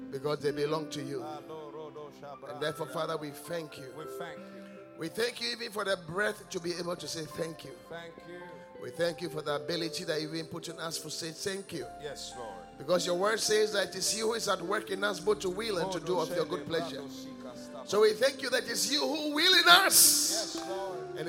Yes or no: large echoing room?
yes